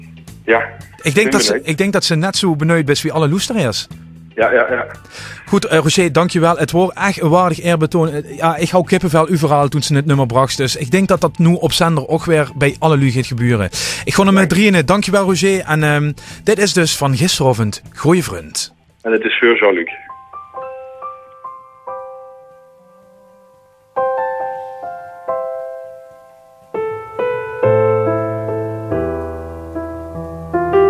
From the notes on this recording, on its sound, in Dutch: telefonisch interview